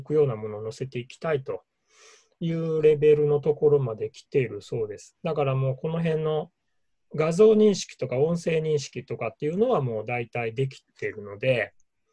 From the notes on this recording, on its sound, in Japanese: ミーティングZOOM会議。